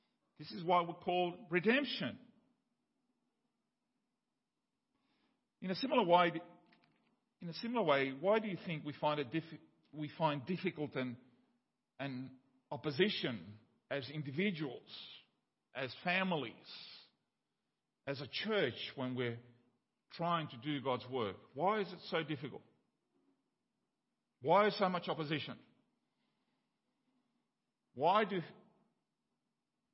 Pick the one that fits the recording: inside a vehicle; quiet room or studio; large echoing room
large echoing room